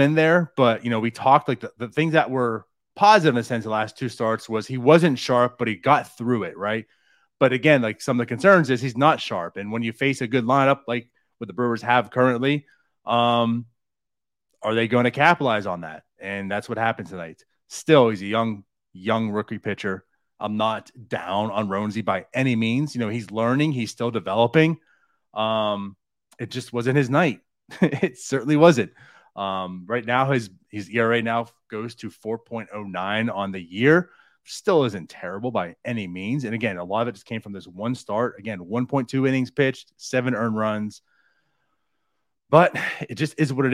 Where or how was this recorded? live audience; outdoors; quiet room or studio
quiet room or studio